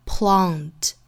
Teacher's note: 母 s 都是读轻音或者是读 s，这里面应该是浊的日的发音。这个日这个音很像我们汉语里面这个日本的日这个音，但是我们在发日的这个基础之上呢，舌头卷度还要更大，并且我们的口型要摆成一个近似于长方形的口型，发出这个日的发音。 The vision 后面两个词弱读， The vision that was 后面的 planted 这个词的元音，英音的话应该是一个 R 的元音，注意是发一个后元音，发声的部位呢比较靠口腔的后部